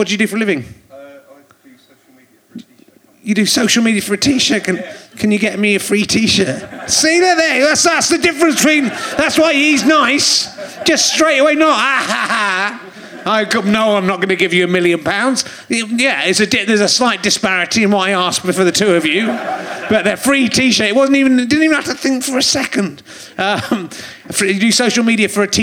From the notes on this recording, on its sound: Chats to his audience, with faces old and new, including a mum and daughter that lead him to some dark thoughts and a laughing financial advisor.